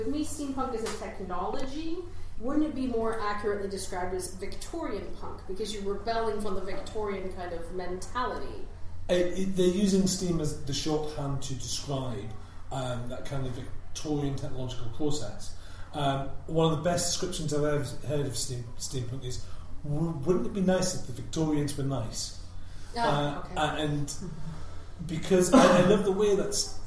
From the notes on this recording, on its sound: Make a special broadcast from the Nine Worlds Geekfest. Due to the live broadcast nature of this show, sound quality is lower than our usual high standard.